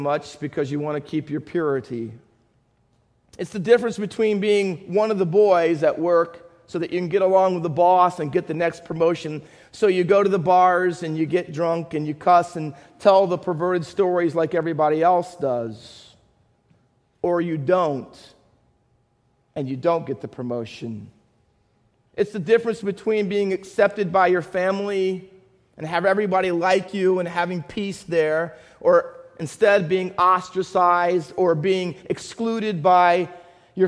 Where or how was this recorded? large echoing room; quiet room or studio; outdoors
large echoing room